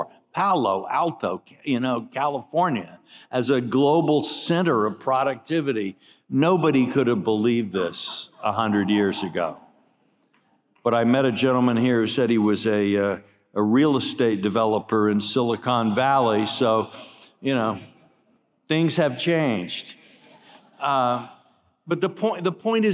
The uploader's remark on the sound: keynote address at IWP's Gala on September 28, 2022